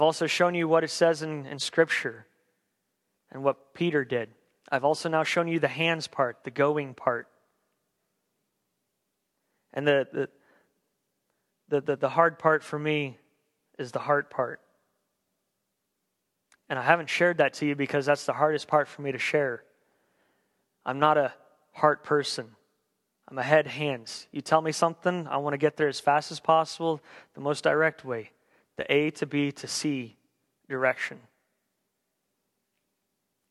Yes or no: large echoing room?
yes